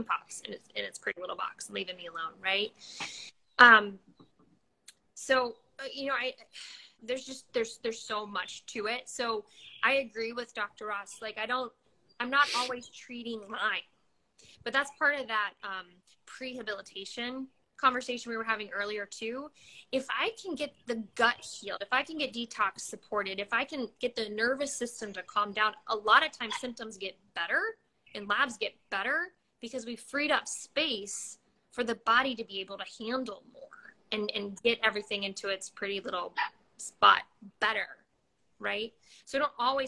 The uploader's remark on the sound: The audio for this enlightening conversation is sourced from an Instagram Live interview conducted in May